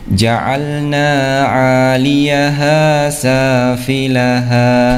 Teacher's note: Bacaan mat asli, ya, itu panjangnya adalah dua harokat, ya, dibaca dua harokat